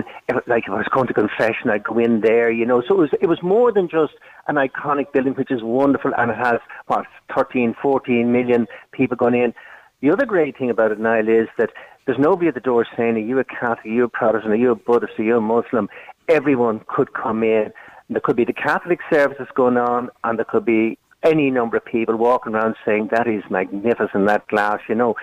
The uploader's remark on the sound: was joined on the line